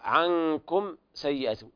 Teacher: إخفاء حقيقي لوقوع الكاف بعد النون الساكنة